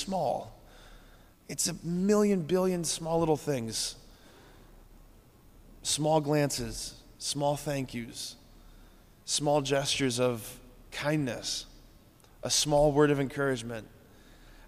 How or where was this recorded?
large echoing room